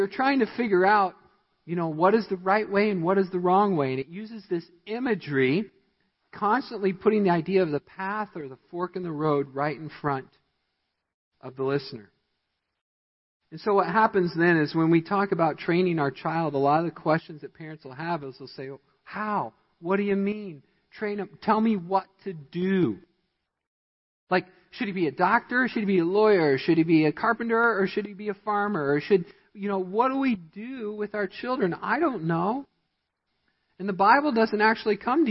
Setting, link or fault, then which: setting, large echoing room